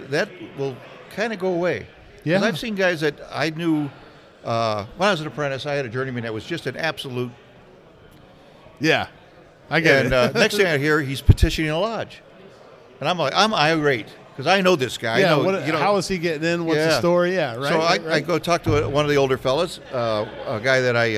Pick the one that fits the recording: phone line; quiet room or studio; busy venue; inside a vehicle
busy venue